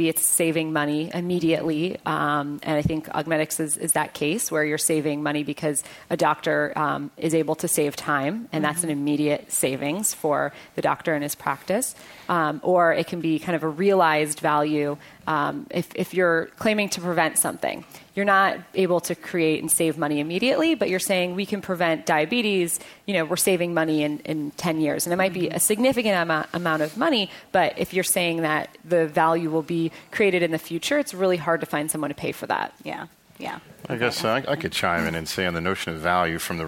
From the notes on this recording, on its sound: As part of The Atlantic Meets the Pacific 2013 conference presented by The Atlantic and UC San Diego.